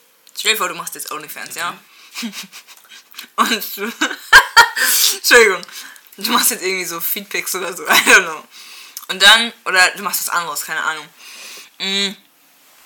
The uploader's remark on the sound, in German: Tut mir echt leid wegen der Audio.